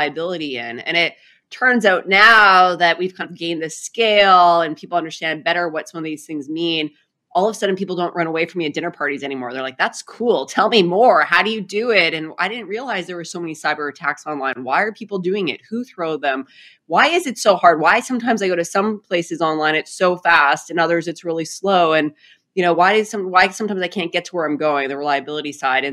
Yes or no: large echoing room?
no